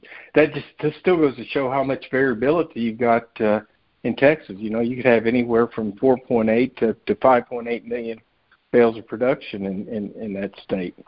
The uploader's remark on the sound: Monthly Conference Call